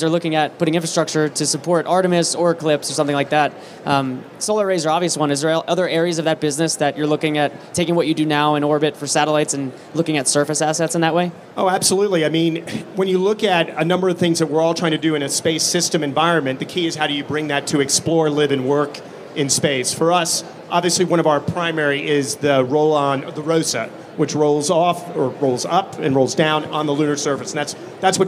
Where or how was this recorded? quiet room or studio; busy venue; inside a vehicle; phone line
busy venue